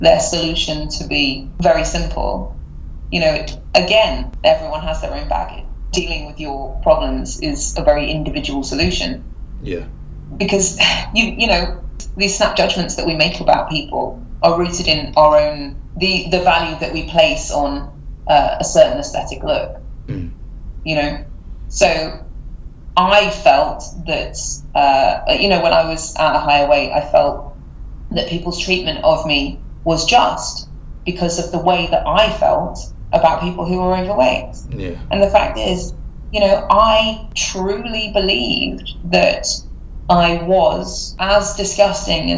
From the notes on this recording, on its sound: I apologise for the fact the sound quality isn’t at the usual quality with it being a remote interview